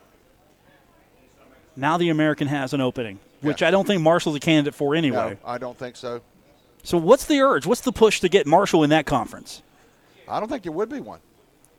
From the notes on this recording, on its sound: Live from the Union Pub and Grill.